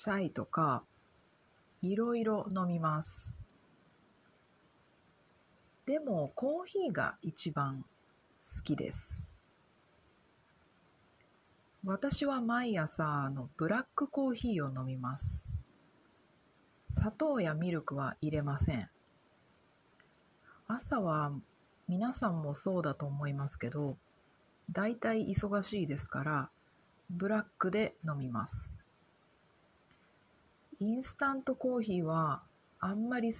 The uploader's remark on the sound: なのであまり大きい声が出せません。でもがんばってポッドキャストを録っています！ You know, old Japanese houses had really thin walls, so I think my voice can be heard by the people next door lol. Because of that, I can't speak too loudly, but I'm doing my best to record my podcast!